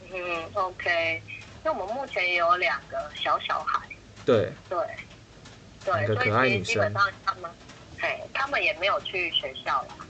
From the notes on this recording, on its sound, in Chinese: 本集因為是採取語音通話錄製的形式，所以在收音的部分與面對面錄製有所差異。本集裡面有出現的雨聲不是背景音樂，是真的下雨了，偶爾的一些摩托車聲、鍵盤聲(主持人手殘)都是可以理解的。